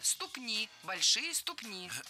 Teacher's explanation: Слово «ступня» имеет ударение на окончании во всех формах. Ступней, ступню, ступне, ступнями.